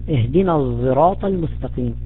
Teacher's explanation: إشمام الصاد صوت الزاي